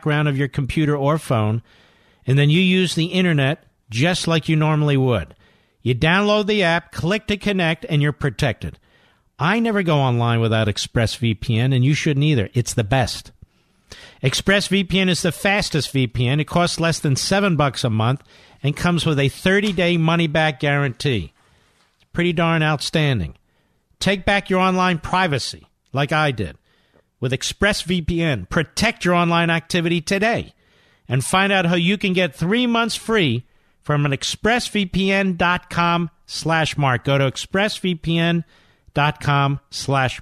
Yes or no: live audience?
no